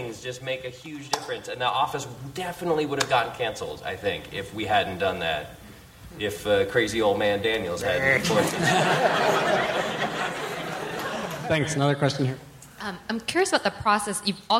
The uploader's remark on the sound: Live from Largo at the Coronet, in conjunction with Fast Company magazine